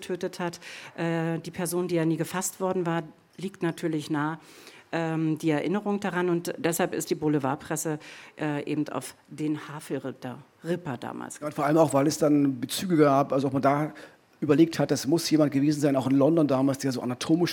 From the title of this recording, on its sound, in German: Im Visier live in Berlin